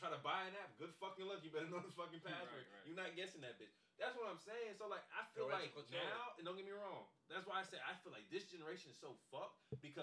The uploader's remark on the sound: Technical Difficulties